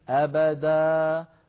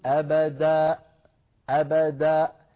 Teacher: لا تقفل الوترين في الحنجرة حتى لا تخرج همزة، اترك الصوت يتلاشى شيئا فشيئا · Shown in: first take